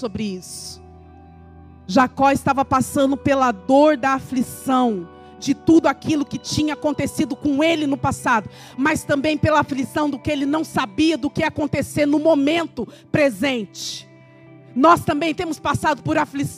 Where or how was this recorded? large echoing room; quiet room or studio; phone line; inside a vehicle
large echoing room